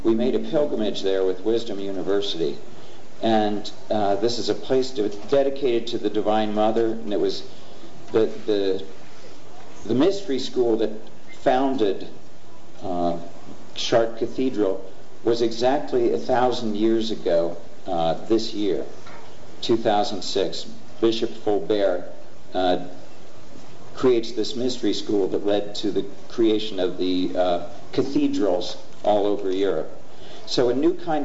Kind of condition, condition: setting, live audience